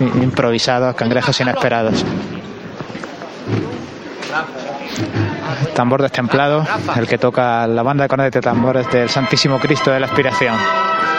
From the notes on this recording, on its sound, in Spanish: Pasamos a sones en directo desde la posición del palio. Sonidos del paso de palio avanzando por Carrera. Conectamos en directo para escuchar como el Cristo de las Misericordias avanza por calle Maestra.